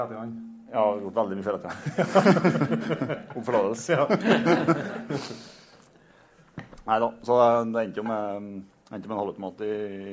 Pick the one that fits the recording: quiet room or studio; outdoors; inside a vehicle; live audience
live audience